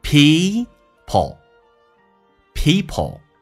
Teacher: 长元音嘴角往后咧一点点叫 E